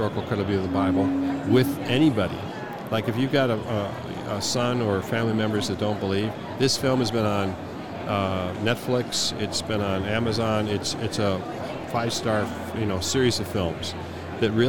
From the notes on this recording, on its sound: LIVE from NRB 2022!